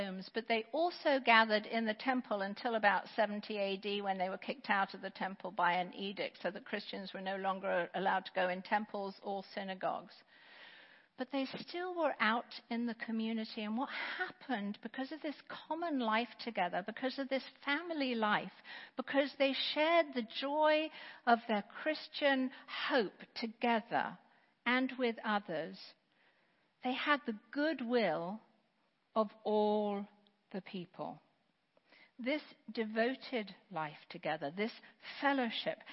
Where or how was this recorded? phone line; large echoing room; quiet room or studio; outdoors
large echoing room